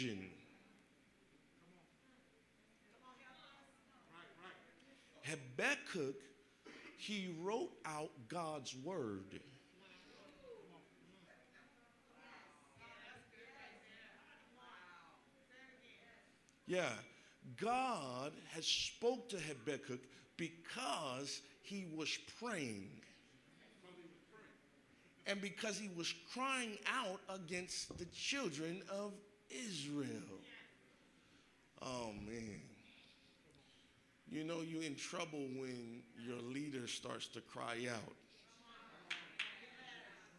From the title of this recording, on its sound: live-recording